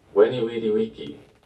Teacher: And note the pronunciation, which is probably different from what you've heard. The V in Latin actually makes a W sound, like a W.